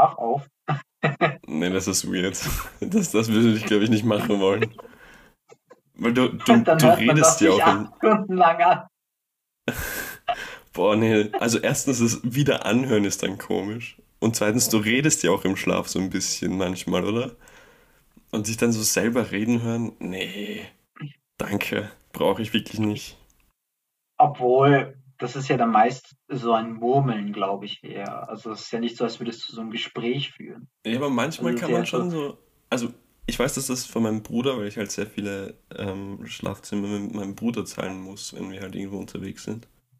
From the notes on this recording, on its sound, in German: Durch technische Schwierigkeiten geprägt